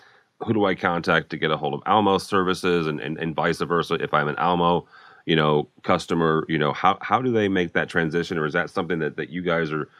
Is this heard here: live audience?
no